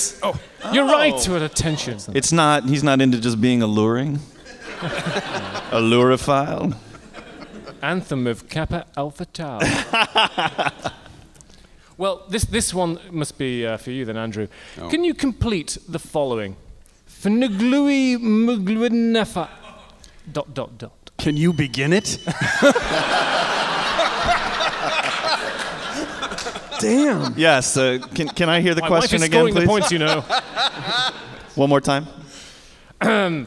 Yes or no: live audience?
yes